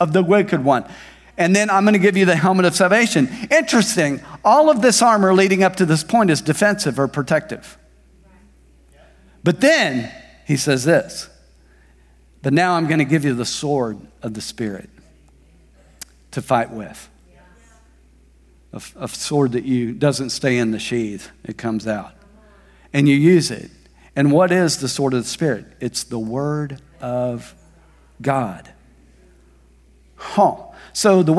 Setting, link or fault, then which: setting, large echoing room